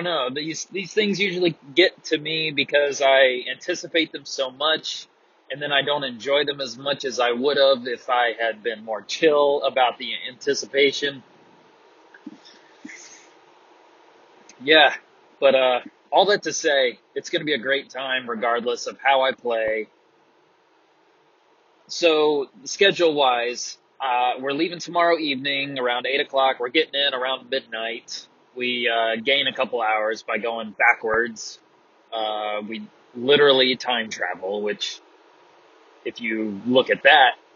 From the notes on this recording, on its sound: Pardon the horrendous sound quality. Sometimes you're just driving down the road with headphones.